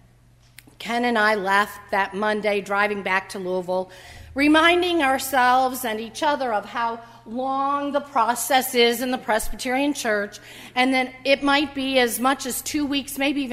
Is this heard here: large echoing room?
yes